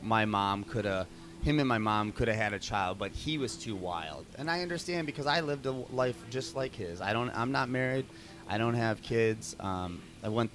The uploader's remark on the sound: at the Kew Gardens Festival of Cinema Filmmakers Lounge at Ateaz Organic Coffee & Tea